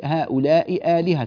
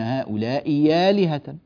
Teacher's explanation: فلا يمكن أن تجتمع في النطق همزتان. فماذا فعلوا؟ أبدلوا هذه الهمزة الثانية إبدالا، أبدلوها ياء · Shown in: second take · Term: همزة مبدلة إلى ياء